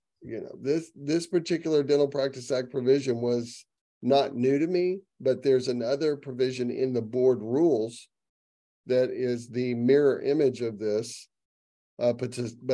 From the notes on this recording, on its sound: Each TMQA podcast is an edited and shortened version of the previously-held live Q&A Zoom session.